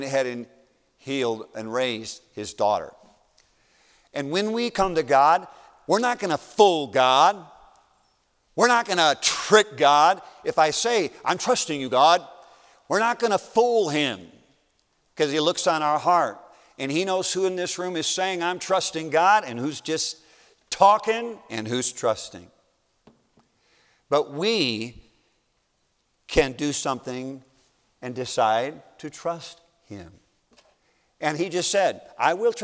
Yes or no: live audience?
yes